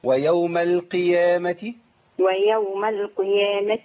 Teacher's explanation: وبعدين عندي القاف مكسوره فضعيفه